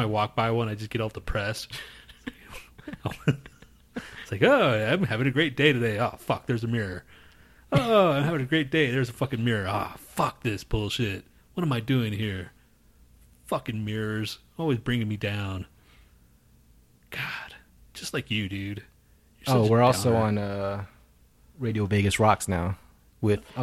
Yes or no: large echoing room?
no